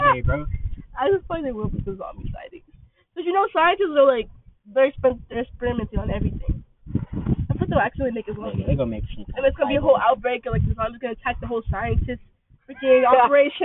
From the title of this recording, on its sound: this audio is bad